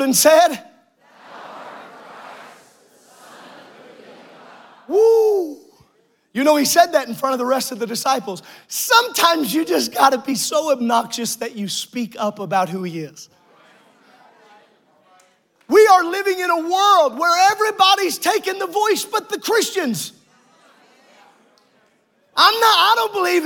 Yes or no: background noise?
no